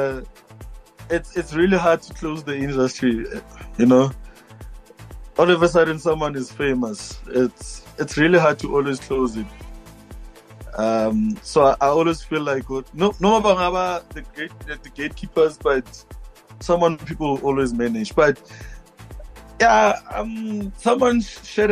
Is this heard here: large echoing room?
no